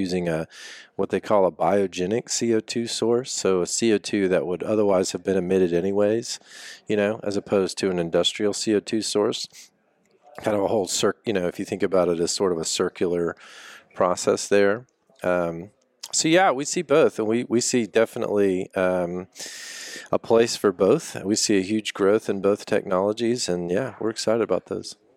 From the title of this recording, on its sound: Live at GSTC